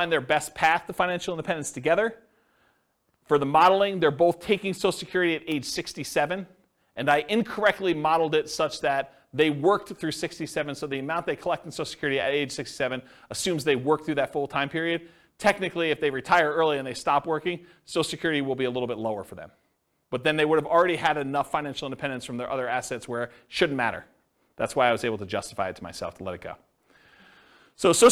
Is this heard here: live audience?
yes